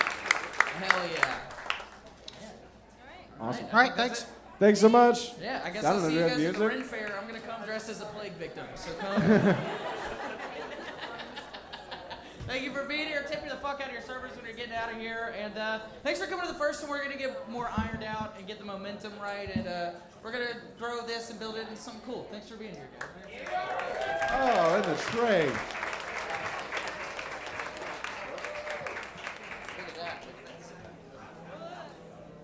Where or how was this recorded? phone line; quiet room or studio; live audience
live audience